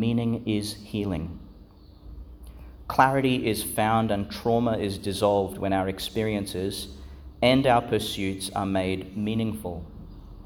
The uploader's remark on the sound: delivered at Our Lady Star of the Sea, Gladstone, Qld.